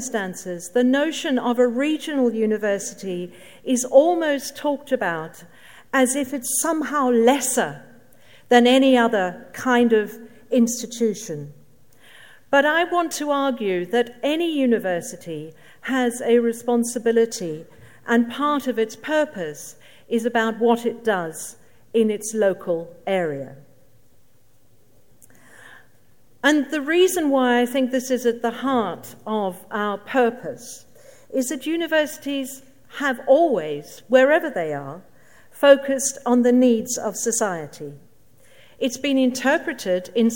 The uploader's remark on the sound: Keynote at SRHE Annual Research Conference 2017.